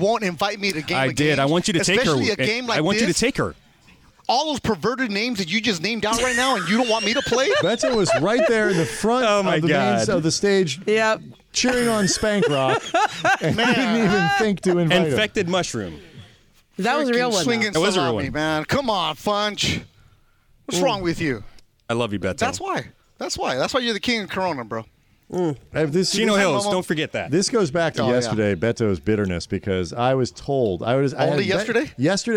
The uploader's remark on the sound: live from Hollywood Park Casino getting ready for the ESPN 710 Fantasy Football Draft Party!